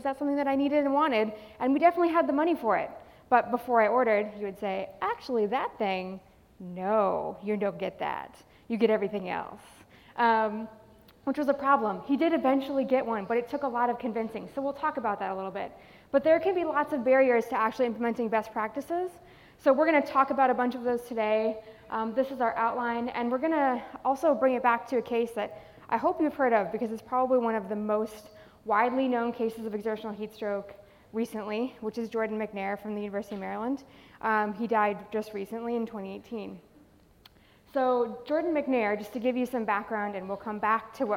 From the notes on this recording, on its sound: Live at Trinity University&#8217;s 2019 conference. Live at Trinity University’s 2019 conference.